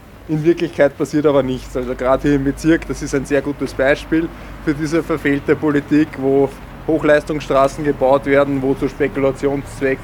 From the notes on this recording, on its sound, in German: Beim Goethehof in Wien 22. Unbearbeitete Aufnahme der Kundgebung. Rund 80 Personen beteiligten sich vor dem Goethehof in Wien-Kaisermühlen an der heurigen Kundgebung von Rassismusfreies Transdanubien.